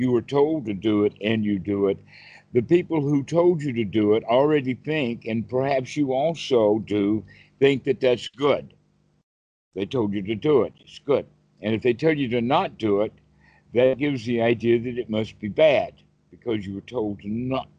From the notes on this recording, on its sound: skype calls on this channel